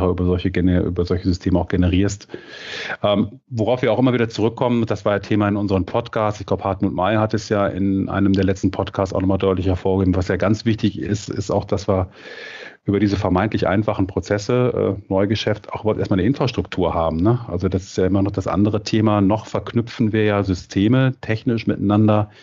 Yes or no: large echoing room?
no